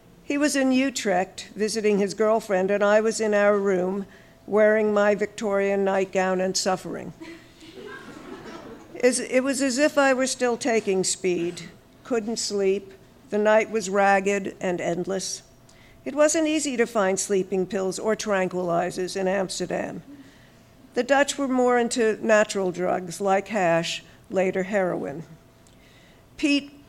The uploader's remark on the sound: On Stage at Housing Works Bookstore Cafe. We've got clips from the launch for A Book of Uncommon Prayer, our Tumblr Writers BEA Party, and Triple Canopy Presents: On Folly.